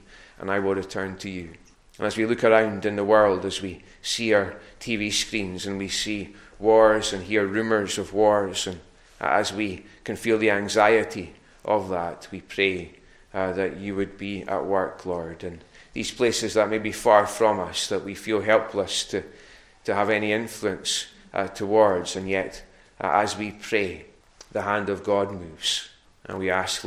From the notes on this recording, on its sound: recorded at North Harris Free Church on the morning of Sunday 20th March 2022